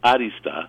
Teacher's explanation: I put the accent on the A, like arista, because it's actually a Greek word